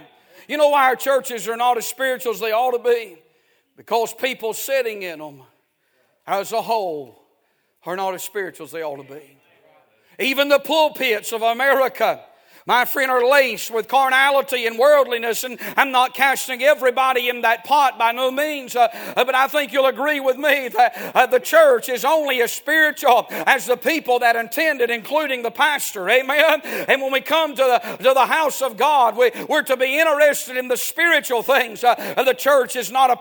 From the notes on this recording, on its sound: A sermon preached Sunday Morning